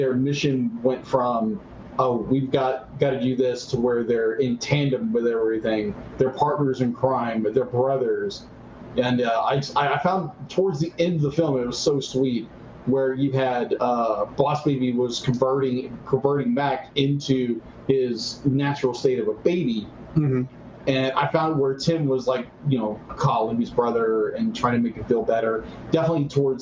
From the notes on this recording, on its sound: DUE TO AN TECHNICAL ERROR THE AUDIO IS WEIRD IN THIS EPISODE!